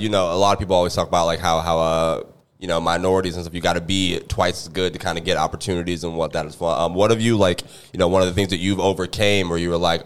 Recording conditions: busy venue